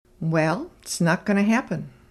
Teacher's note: the T is almost completely dropped from its, and going to becomes gonna. · Term: contracted speech